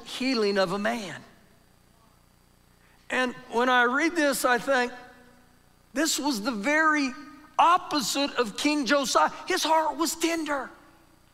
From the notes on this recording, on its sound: Recorded live during our Sunday morning service